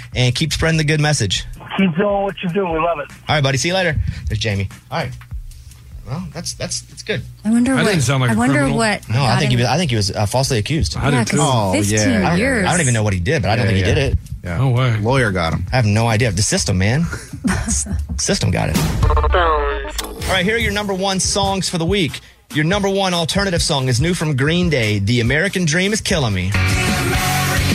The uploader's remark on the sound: a former inmate called